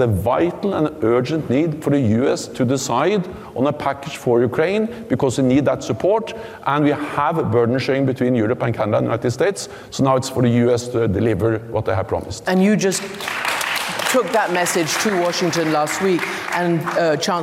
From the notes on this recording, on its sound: on stage at the Munich Security Conference